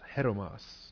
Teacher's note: Accent on the first syllable, so it's hetoimos.